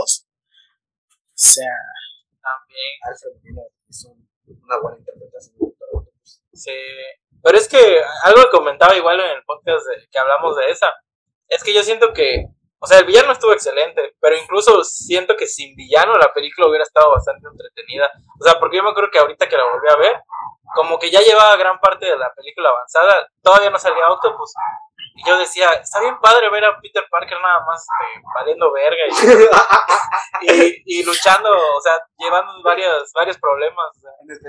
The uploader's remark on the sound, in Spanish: Con problemas de audio pero seguimos